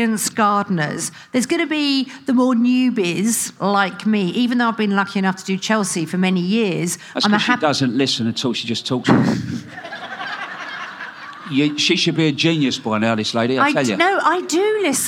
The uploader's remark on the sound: Recorded at BBC Gardeners’ World Live.